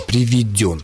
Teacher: «Приведен», «приведено» – это грубая ошибка. Правильное ударение, причем с буквой «ё» в третьем слоге в случае мужского рода «приведен»